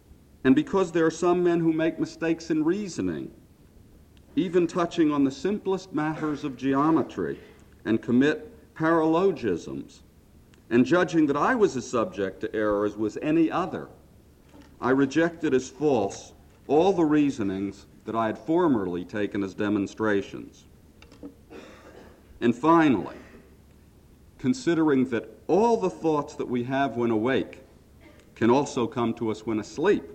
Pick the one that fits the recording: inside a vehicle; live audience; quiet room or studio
live audience